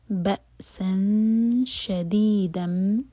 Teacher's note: دال کی تنوین کے بعد میم، ادغام غنہ کے ساتھ، میم کو ہولڈ کریں گے